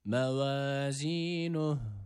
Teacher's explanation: Evet, burada duruyoruz. Durduğumuz esnada da mide boşluğundan gelen H harfi var.